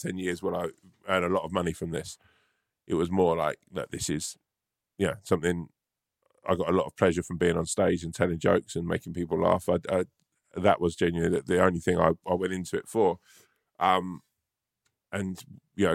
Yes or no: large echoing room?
no